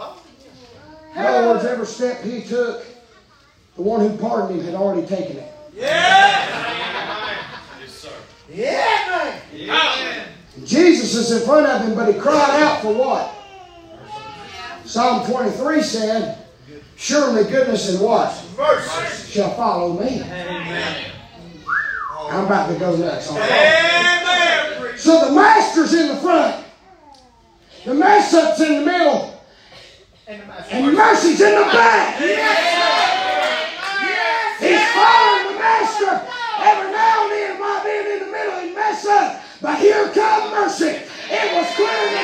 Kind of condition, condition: setting, large echoing room